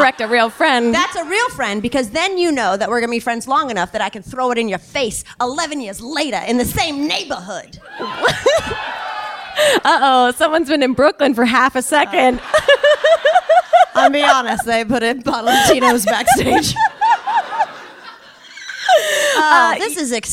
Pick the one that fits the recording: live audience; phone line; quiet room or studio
live audience